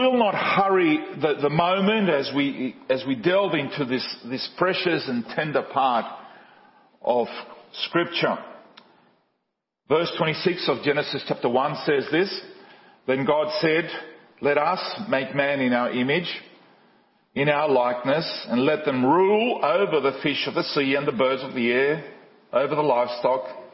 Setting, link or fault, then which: setting, large echoing room